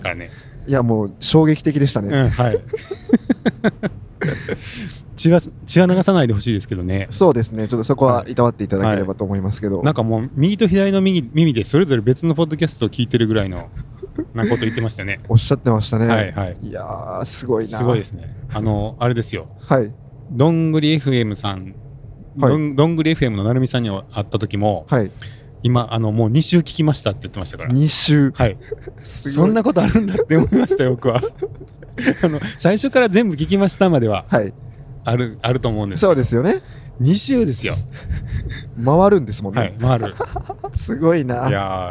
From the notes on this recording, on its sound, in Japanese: オフ会の感想を、帰りの車の中で収録しました。